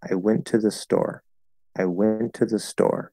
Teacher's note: I would probably say store is a little bit higher · Term: default focus